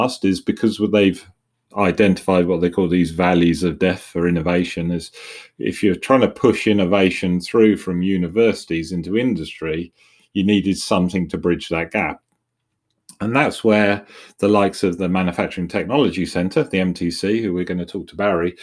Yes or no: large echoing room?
no